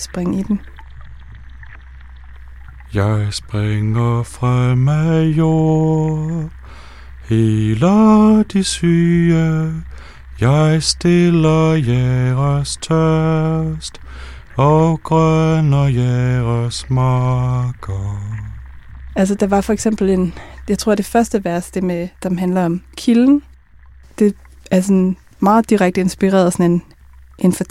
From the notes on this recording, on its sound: The first of five afternoon broadcasts from the biennial for sound and listening, Struer Tracks, recorded live in a caravan on the town square of Struer in West Jutland, Denmark.